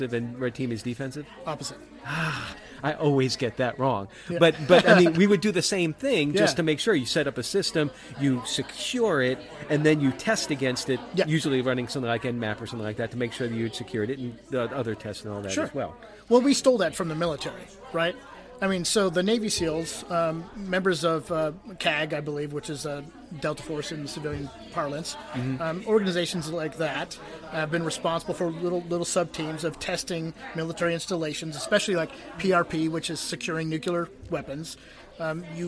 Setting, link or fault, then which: setting, busy venue